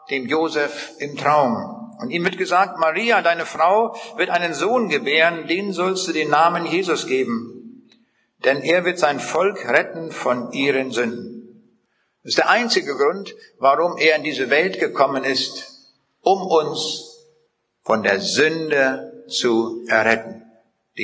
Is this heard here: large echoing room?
yes